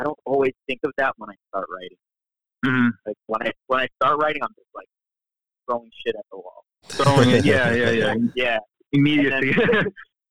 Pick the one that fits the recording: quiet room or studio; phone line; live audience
phone line